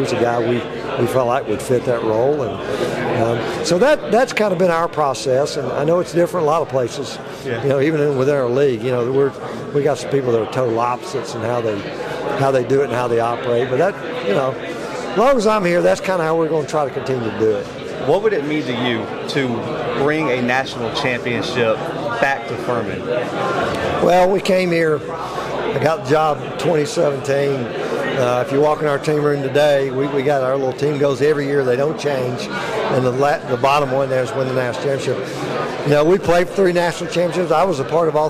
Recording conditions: busy venue